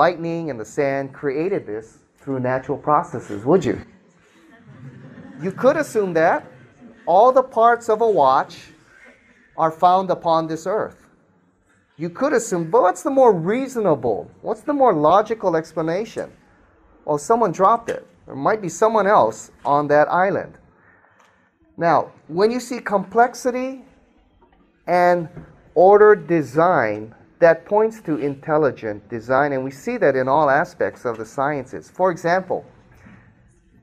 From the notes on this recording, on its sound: Speaks to a live audience.